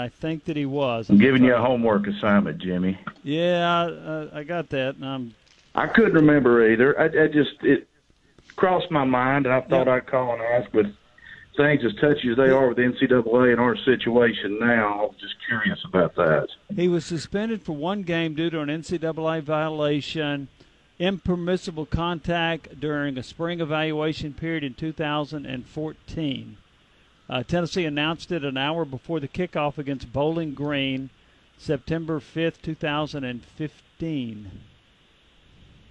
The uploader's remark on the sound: taking your phone calls